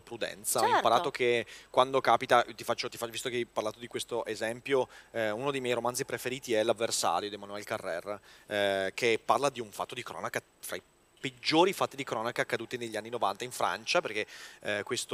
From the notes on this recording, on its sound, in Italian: Dal WMF! Il Web Marketing Festival ci ha prestato il palco e le videocamere.